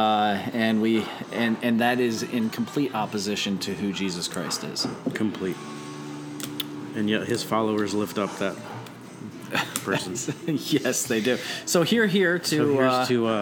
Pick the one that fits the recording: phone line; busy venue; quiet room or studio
busy venue